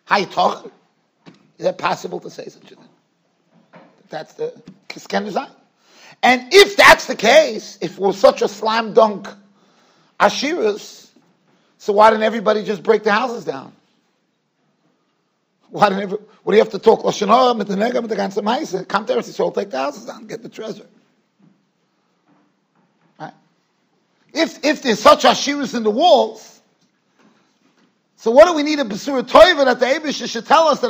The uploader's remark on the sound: Shiur recorded in Yeshivas Ohr Reuven, Monsey NY.